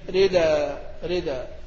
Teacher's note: في القصص ينقل حركة الهمزة إلى الدال